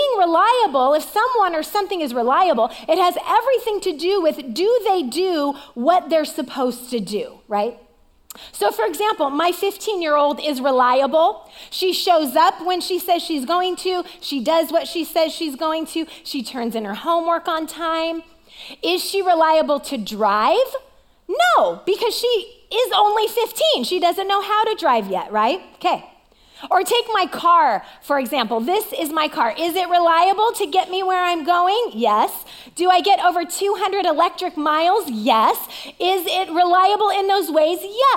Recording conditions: large echoing room